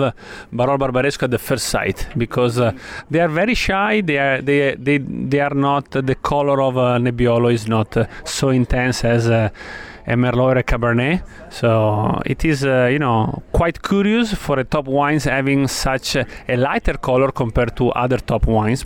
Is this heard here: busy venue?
yes